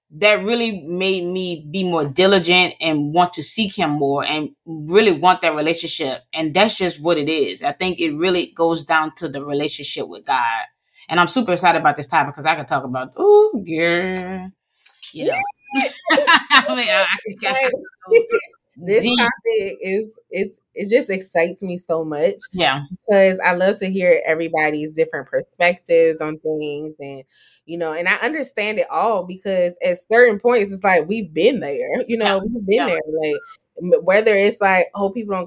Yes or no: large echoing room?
no